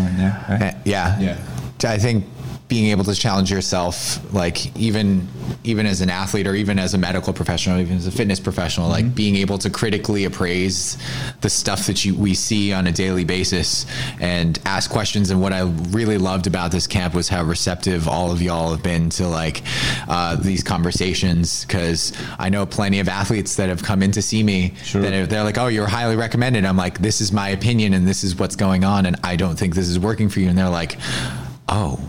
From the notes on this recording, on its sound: recorded at Onyx Elite's Winter Performance Camp